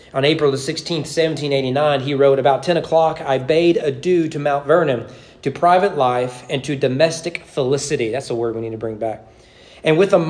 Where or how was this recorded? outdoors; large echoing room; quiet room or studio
large echoing room